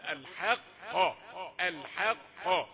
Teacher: كلمة الحق لا بد ان تبين ان الحاء رقيقة ثم القاف مفخمة